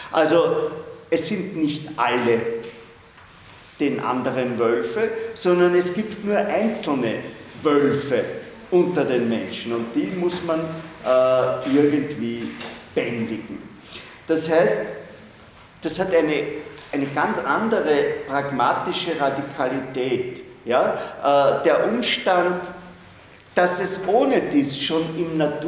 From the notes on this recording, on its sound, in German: Diese Vorlesung wurde von Studierenden aufgenommen